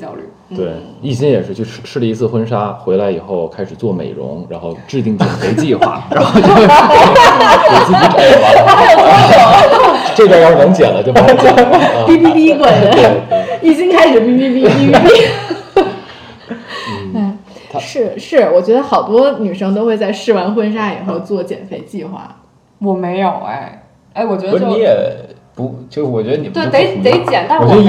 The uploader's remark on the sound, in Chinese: 没有4个话筒笑声过大请大家原谅！